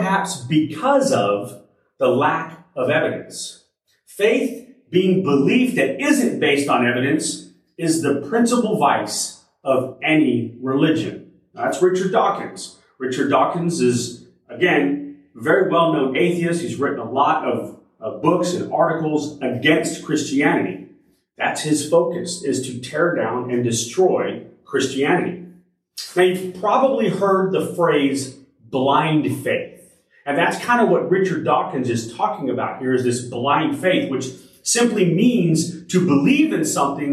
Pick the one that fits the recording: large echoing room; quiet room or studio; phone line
large echoing room